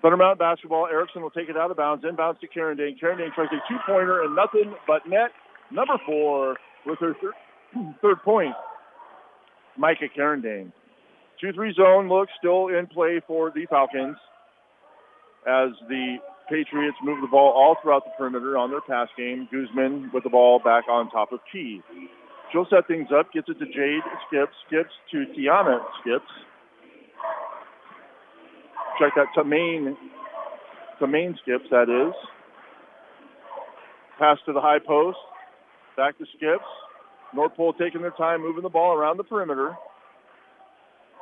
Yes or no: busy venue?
yes